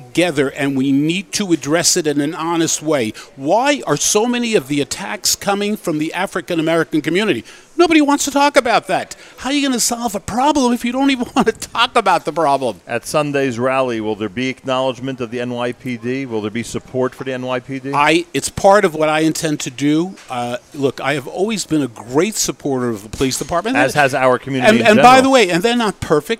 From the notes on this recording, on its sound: Live from Gotta Getta Bagel in Woodmere, NY.